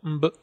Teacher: quase todas as consoantes têm alofones. Então o b, por exemplo, pode ser pronunciado como b, ou como mb, ou como m